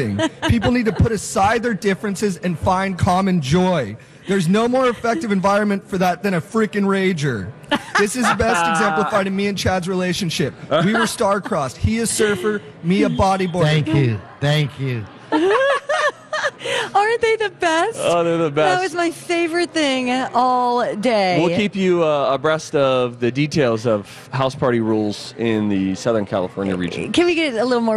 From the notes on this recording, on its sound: Live from The AC Hotel!